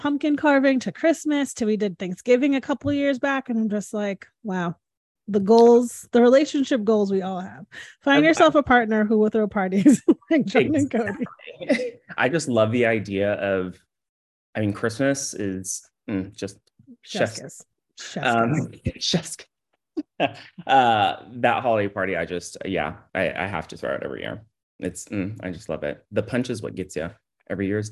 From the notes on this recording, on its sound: This podcast was recorded via Zoom.